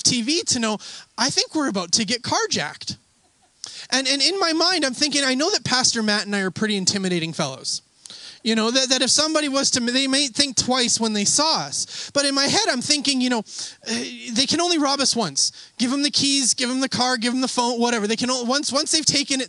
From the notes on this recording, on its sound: We had an outdoor service this Sunday which led to some technical issues, they do get resovled part way through the message.